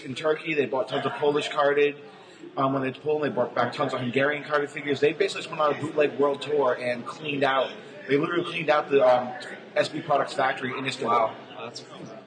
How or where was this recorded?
live audience